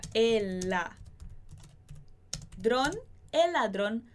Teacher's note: esse L do el com L de ladrón, a gente junta, então fica el ladrón